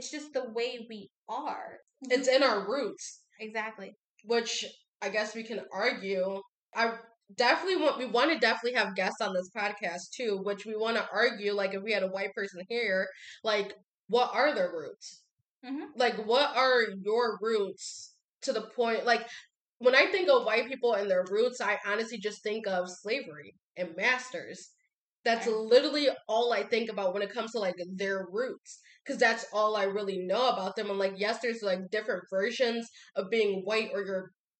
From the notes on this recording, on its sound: We apologize for the audio, we experienced a lot of unexpected technical difficulties with launching this first podcast.